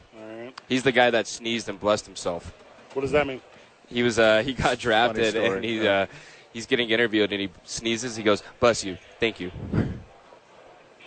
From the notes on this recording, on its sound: live from Isotopes Park